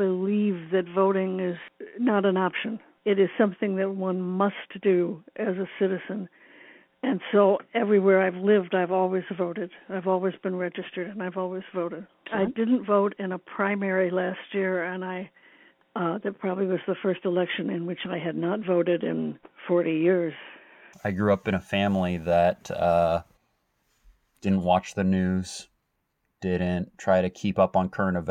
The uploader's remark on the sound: For this episode we recorded phone calls and received cell phone voice memos.